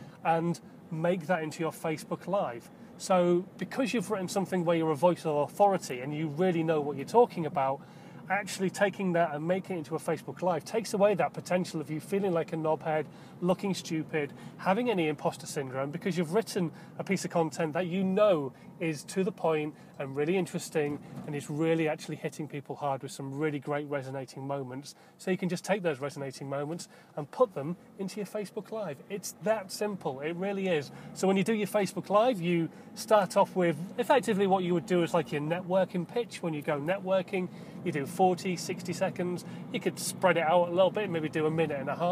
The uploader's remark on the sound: I record all the time in my car